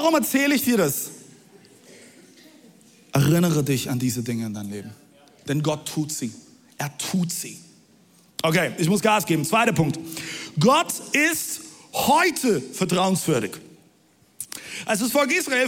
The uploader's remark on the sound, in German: Audiomitschnitt der Predigt